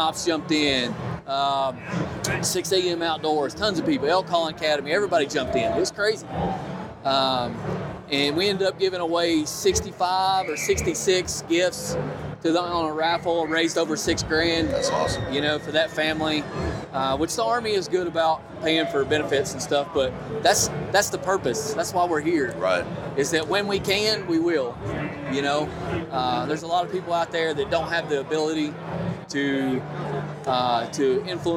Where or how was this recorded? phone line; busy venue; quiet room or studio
busy venue